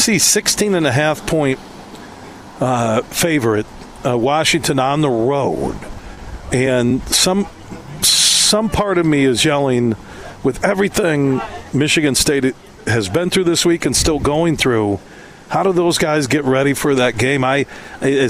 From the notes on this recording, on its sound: Today we're broadcasting live from the McDonald's in Grandville on 44th Street as McDonald's of Michigan is kicking off their "Best Burger" campaign.